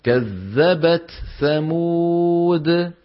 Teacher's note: بدنا نجيب التاء شدة ثم همس ثم ثاء